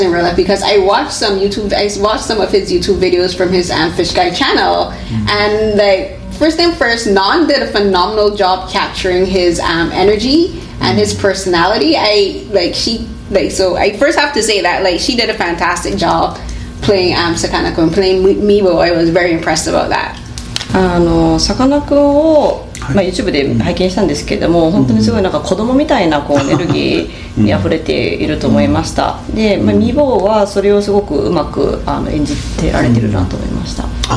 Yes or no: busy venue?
yes